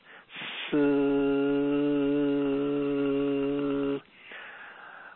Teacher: But in Chinese, in the Mandarin, this S-I sound sounds like the English word S-I-T, like sit down, sit, but without the T. So you pronounce this syllable with your tongue tip lightly touching the lower teeth, and it's pronounced with a hissing sound, almost like a hissing sound, like you're letting air out of the out of your car tire.